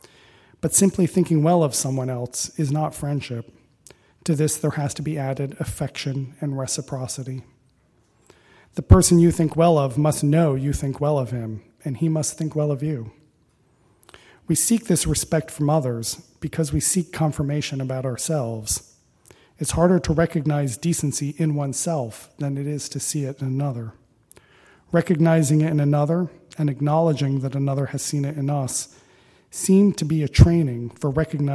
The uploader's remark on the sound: Recording of a lecture given on September 9, 2016. As part of the Formal Lecture Series.